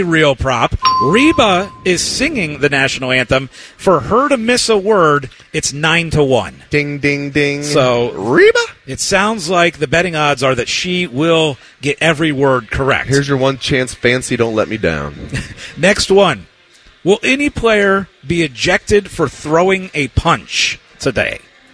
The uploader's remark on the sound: live from Hollywood Casino